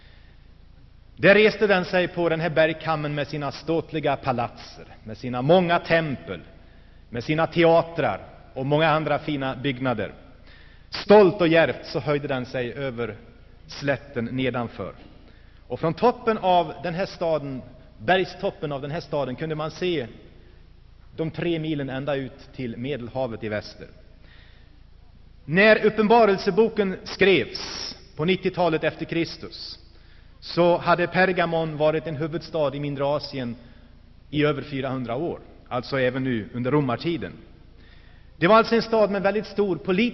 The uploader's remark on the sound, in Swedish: Inspelad i Saronkyrkan, G&#154;teborg 1984-11-04